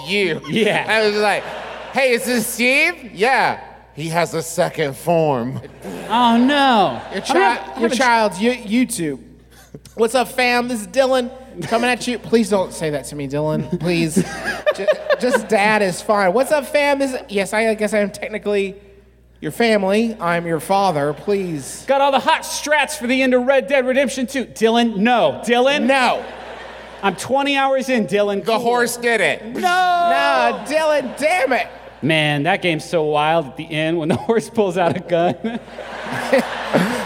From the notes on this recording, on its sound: Here’s our live show, presented before a profoundly rowdy Birmingham audience